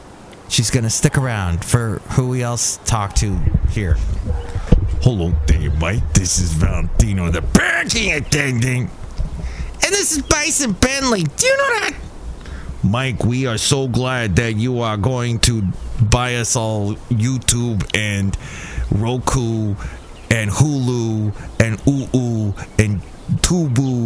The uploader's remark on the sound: podcasts live from Cafe Anyway